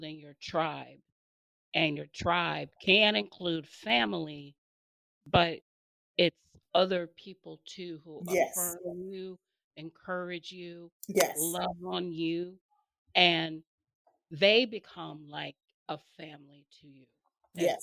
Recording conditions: distortion